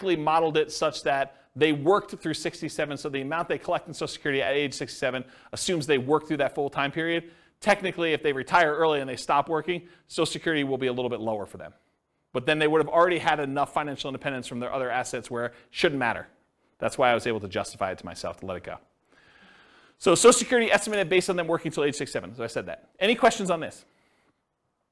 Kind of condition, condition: setting, live audience